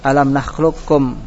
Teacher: terjadi idgham qaf kepada kaf. Nah, qaf di pangkal atau tenggorokan ya.